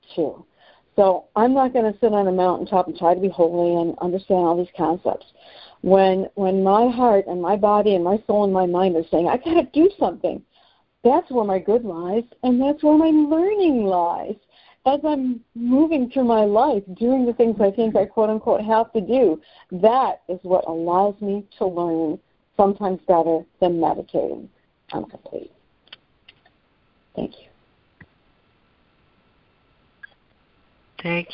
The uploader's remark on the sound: ACIM Daily Conference Call.